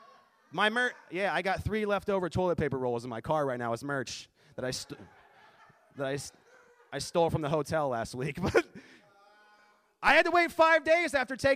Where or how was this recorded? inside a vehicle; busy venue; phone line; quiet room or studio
busy venue